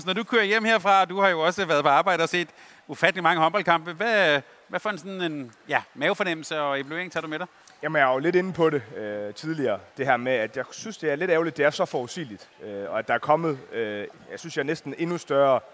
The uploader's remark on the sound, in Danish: Live fra Boxen. Med os på scenen. Optaget live i Fanzonen i Boxen søndag middag inden bronzekampen og VM-finalen.